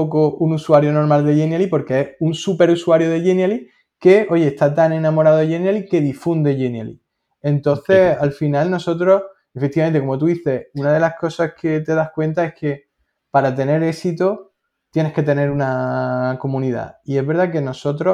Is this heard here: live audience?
no